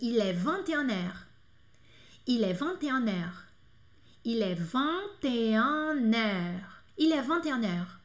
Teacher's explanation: eu vou colocar o vingt só que vai juntar com N do an. Então, vai ficar assim, il est vanteaner.